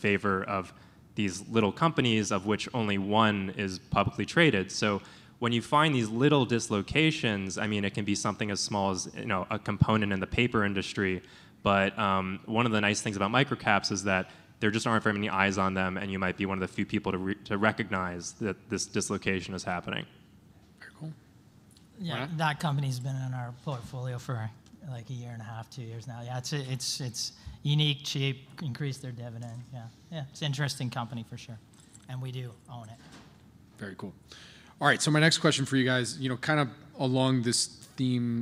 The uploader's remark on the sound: Planet MicroCap Podcast: LIVE panel recording that we did last week at the Planet MicroCap Showcase 2023 at the Horseshoe Hotel & Casino in Las Vegas